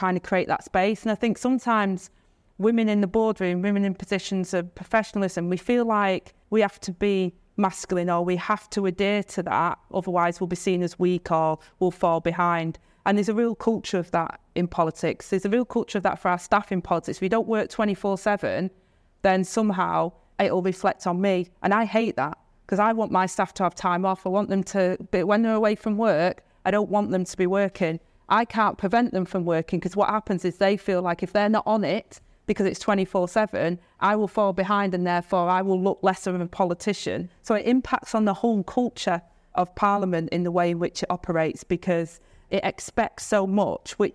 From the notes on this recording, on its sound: A live event hosted by The Global Institute for Women's Leadership at King's College London. In this episode, you'll hear that conversation, recorded live from the event.